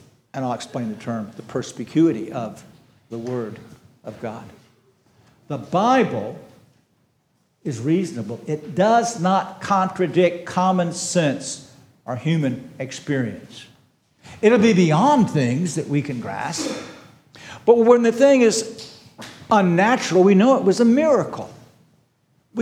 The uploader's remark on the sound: This sermon was preached on April 16, 2023 at Antioch Presbyterian Church. At Antioch Presbyterian Church, a mission work of Calvary Presbytery of the Presbyterian Church in America located in Woodruff, South Carolina.